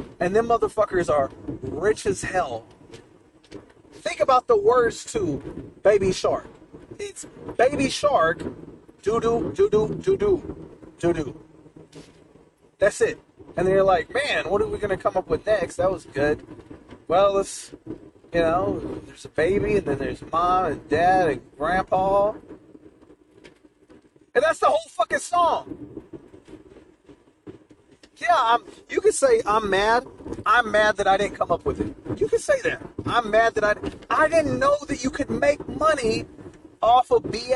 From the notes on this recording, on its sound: Late Night December Drive Talk. I recorded this towards the beginning of the month but couldn't find the file until now, my apologies.